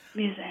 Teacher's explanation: what I'm hearing here is, like a long A vowel. It sounds more like game to me, the vowel in game to me.